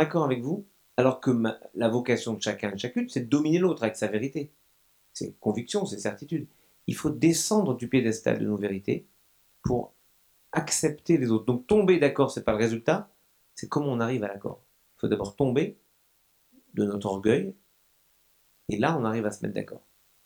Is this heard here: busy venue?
no